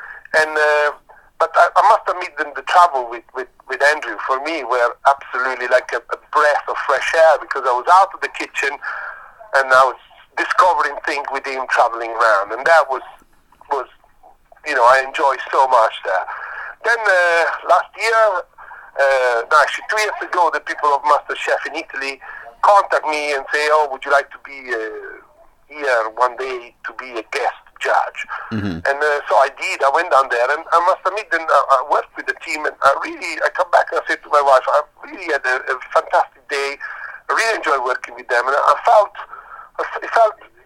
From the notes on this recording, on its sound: a phone interview